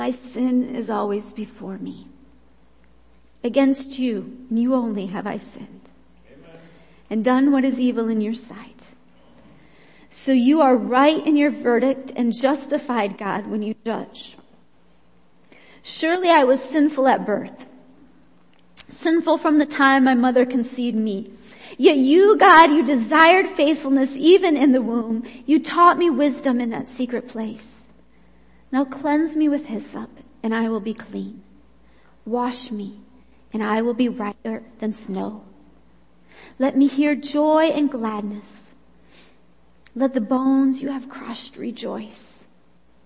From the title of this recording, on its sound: Worship Service - Audio